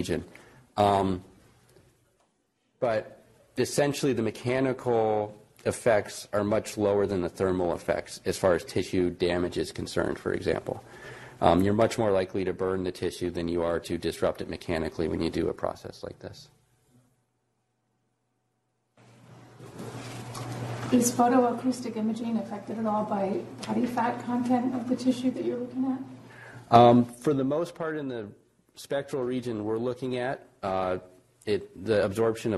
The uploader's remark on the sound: Norris Cotton Cancer Center Grand Rounds.